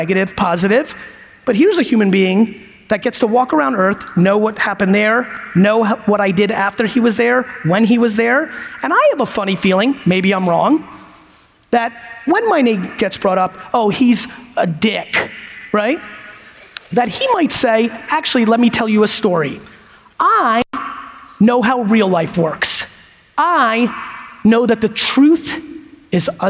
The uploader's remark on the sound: from the LinkedIn Talent Connect Keynote I gave in Dallas